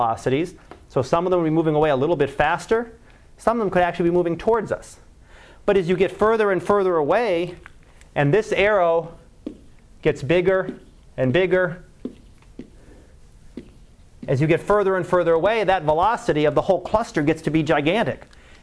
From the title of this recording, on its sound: Live Class Lecture